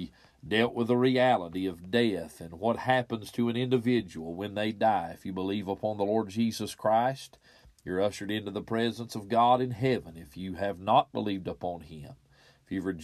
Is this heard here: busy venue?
no